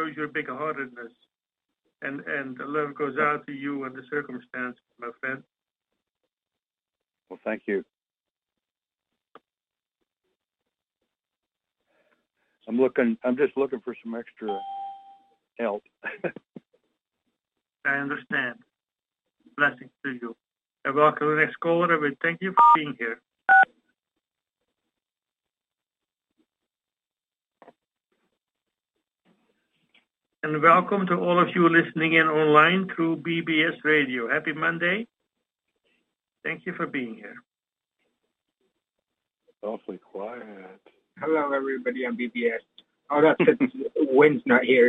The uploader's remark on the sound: Conference Call LIVE